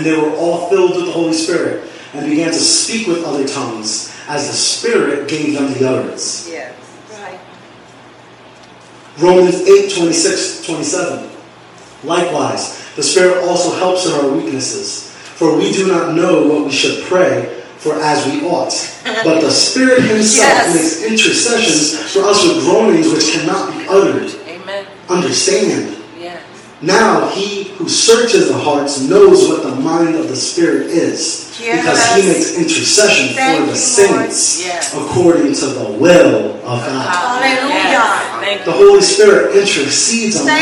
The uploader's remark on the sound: Please forgive the audio quality.